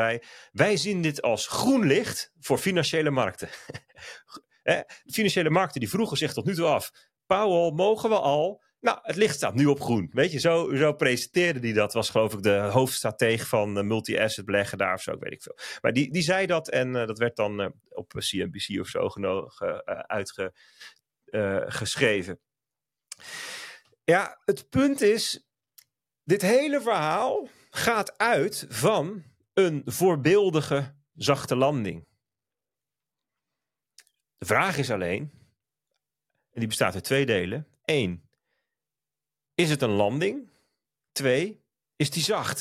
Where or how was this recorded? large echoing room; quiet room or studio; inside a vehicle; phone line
quiet room or studio